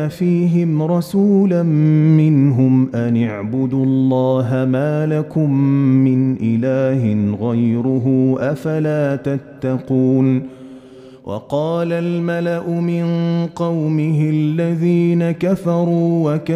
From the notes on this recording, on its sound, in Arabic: مسجل من صلاة التراويح بمسجد السلام بحي مشرفة بجدة.